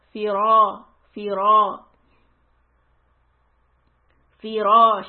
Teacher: fi is soft, ra is heavy. Tip of the tongue will go to the roof of your mouth.